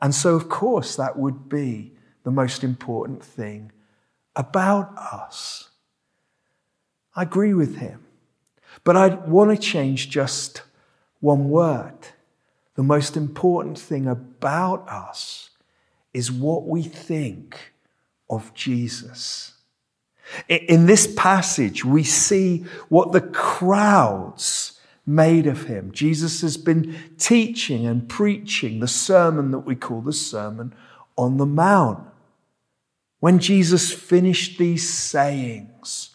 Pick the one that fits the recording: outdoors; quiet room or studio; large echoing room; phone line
large echoing room